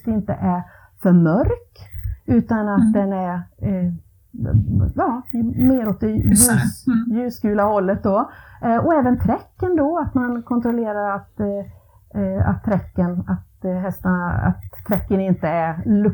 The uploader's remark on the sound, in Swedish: På grund av lite tekniska problem är ljudet inte perfekt